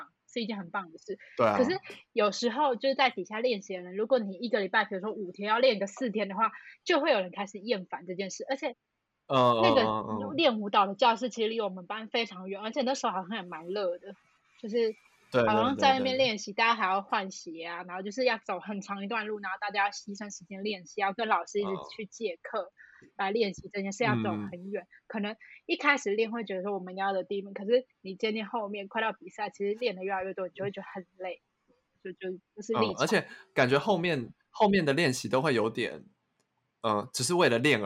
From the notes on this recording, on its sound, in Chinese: 此篇因為太久沒錄音所以有點激動導致音有點爆